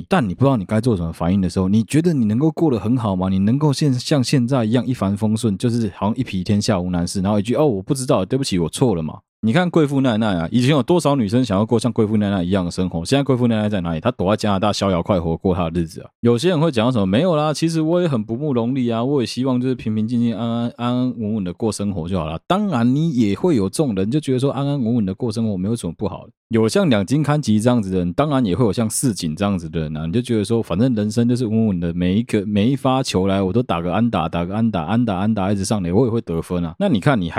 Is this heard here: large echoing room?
no